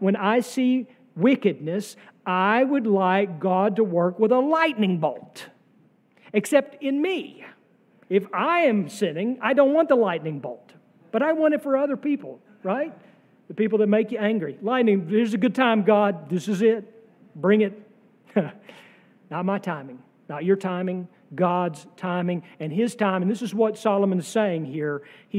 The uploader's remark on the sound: sermon from our worship service on June 18, 2023